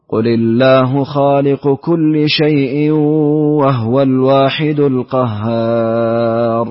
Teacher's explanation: أعد وأوضح إسكان الهاء في وهو